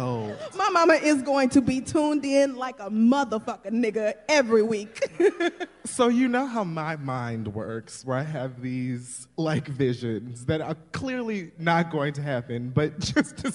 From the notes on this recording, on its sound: A live show from New York City.